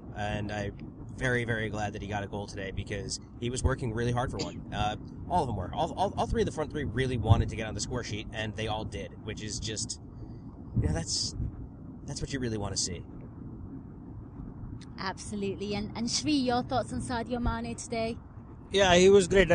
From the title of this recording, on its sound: Car Pod!